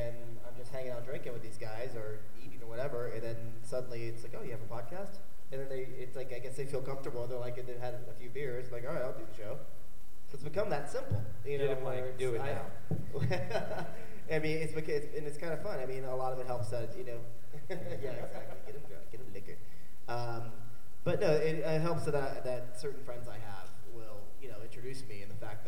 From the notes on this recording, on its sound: The San Diego Comic Con. This is the audio from the momentous second annual San Diego Comic-Con Comics Podcasters panel. Live from San Diego.